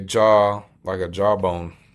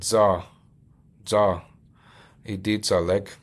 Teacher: It's more on the tip of your tongue, and that's why it's a T-S rather than a jaw. · Shown in: second take